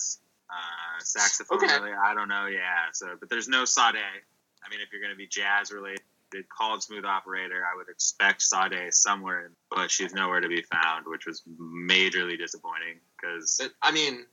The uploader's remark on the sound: We tried recording this episode on Skype and ran into a number of issues with the audio saving/skipping randomly so I edited it the best I could.